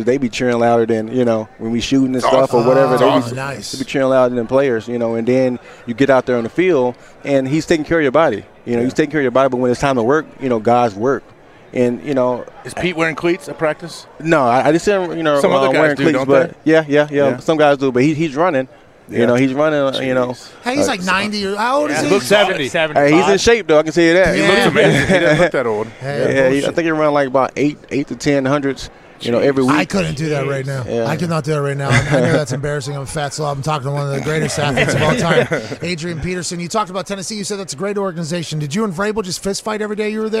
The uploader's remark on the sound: LIVE From Radio Row In LA